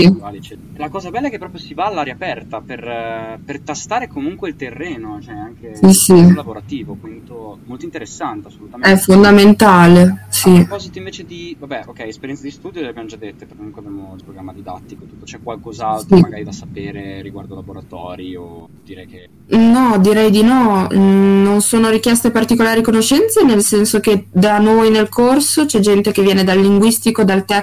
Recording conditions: poor sound quality